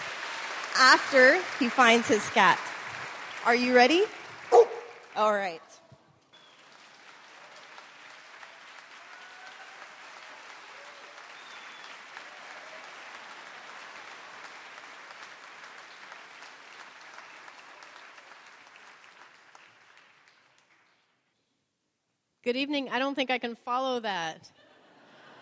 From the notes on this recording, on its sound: the uncut event Ampersand Live record at Town Hall Seattle